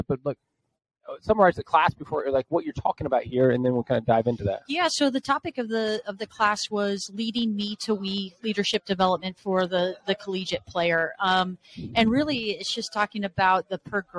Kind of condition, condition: setting, busy venue